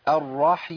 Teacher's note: يبقى أنا عندي الياء ما ركبش فيها غنة